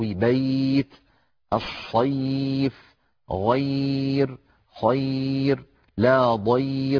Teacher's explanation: الياء إن سكنت وانفتح ما قبلها في نحو بيت الصيف غير خير لا ضير، كل هذه الأمثلة الياء فيها تعتبر حرفا لينيا